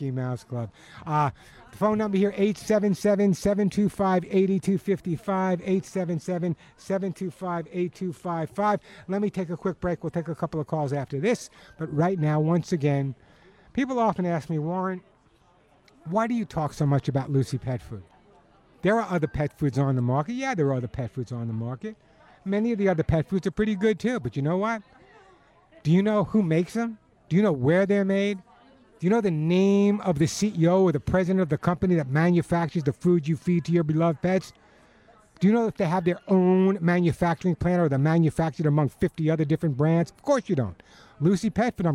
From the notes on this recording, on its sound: This is a live broadcast at the grand opening of Teresa's Country Feed and Pet in Tarzana, where viewers are encouraged to join in person.